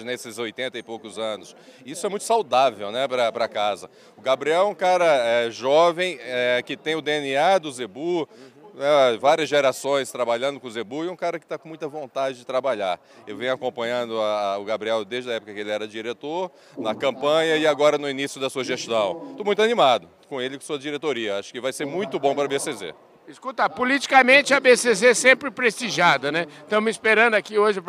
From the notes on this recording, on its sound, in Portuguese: durante a cerimônia de abertura oficial da ExpoZebu 2023